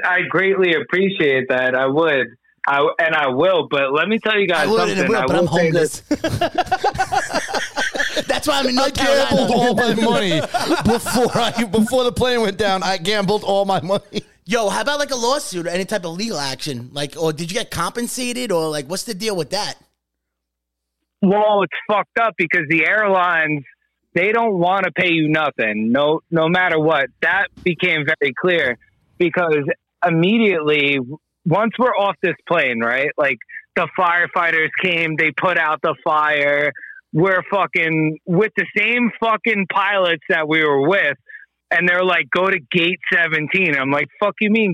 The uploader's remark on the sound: take a phone call